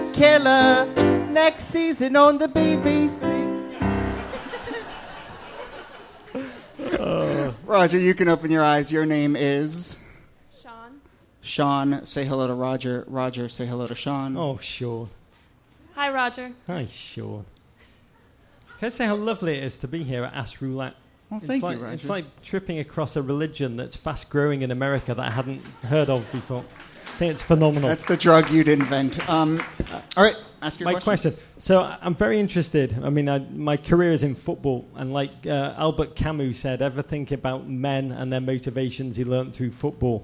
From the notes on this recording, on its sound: Ask Roulette is a conversation series in which strangers ask each other questions on stage. Excerpt is from our November regular show at Housing Works Bookstore. House band. Some audience members.